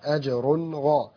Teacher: راء تنوين بالضم مظهر عند الغين المفتوحة